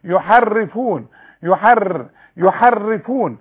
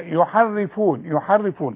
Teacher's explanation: بقولها اتنين ثلاثة راء، انا عايزها راء واحدة · Shown in: second take